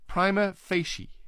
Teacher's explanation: Prima meaning first word prima, second word facie. The main stress falls on the first syllables of the second word, fei, with a secondary stress on the first word, pri. Prima facie is the way it should be pronounced.